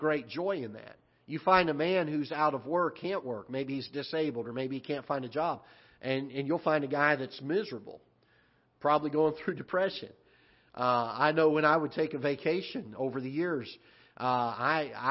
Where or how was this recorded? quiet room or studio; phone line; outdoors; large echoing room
large echoing room